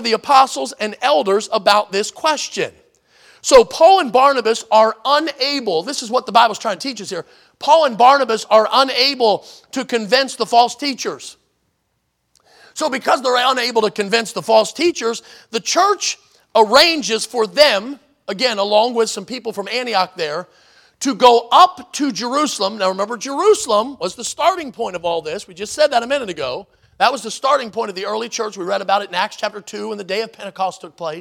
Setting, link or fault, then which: setting, large echoing room